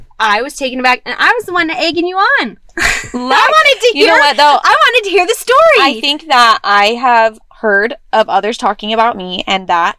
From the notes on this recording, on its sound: Yep, we really record in our van!